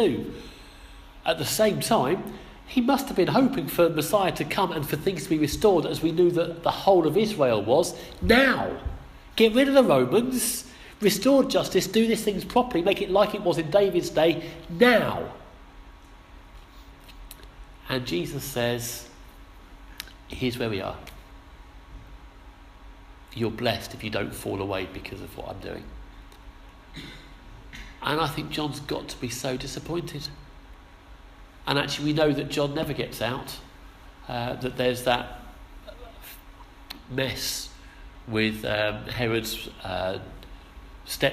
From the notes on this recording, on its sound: Our sermon from the 11am service